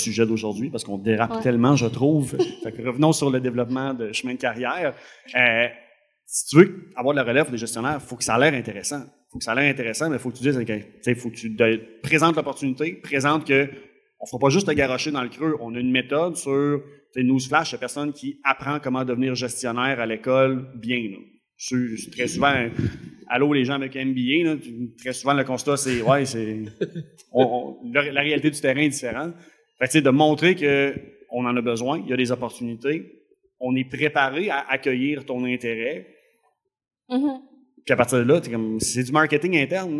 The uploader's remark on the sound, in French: Live devant public. Enregistré en «live» devant public.